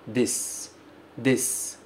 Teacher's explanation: a gente não pronuncia u. A gente fala des, des, como se fosse um s um pouco mais longo no final